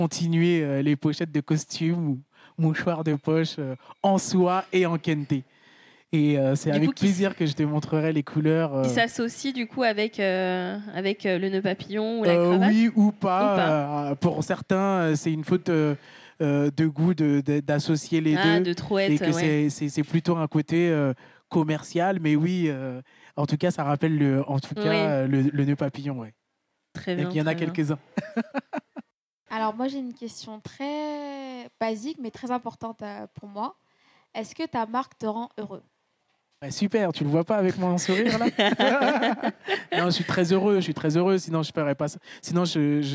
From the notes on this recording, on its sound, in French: Enregistré en live à l'occasion de l'événement Slow fashion & culture organisé par Weslow, accélérateur de marques engagées mode et lifestyle.